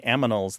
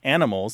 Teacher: it's a common metathesis, the transposition of the sounds · Shown in: first take